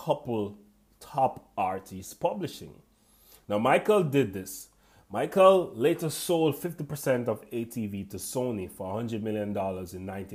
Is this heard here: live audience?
no